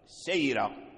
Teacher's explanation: ساكنة سكونا ميتا أو حيا فالراء في الجميع هي مرققة السيرة فالراء مرققة سبب ترقيق الراء هو الياء الساكنة قبلها